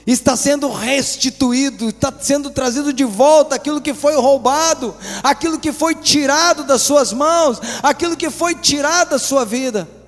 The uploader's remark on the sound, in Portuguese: Esta mensagem foi gravada ao vivo no dia 10 de Agosto de 2014 num domingo a noite.